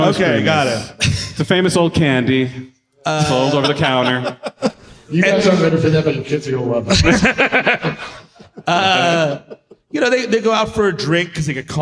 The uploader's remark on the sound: Live in SLC. At Wiseguys in Salt Lake City, UT.